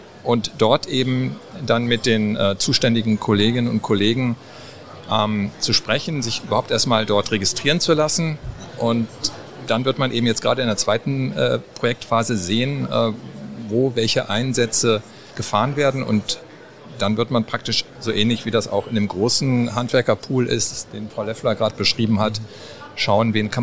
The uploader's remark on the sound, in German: Das Interview wurde im Rahmen des Live-Events Zukunft Handwerk aufgezeichnet.